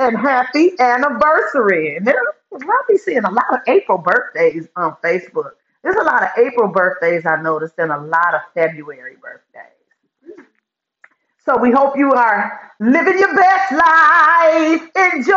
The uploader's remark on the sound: I spaced out and forgot to hook up the sound.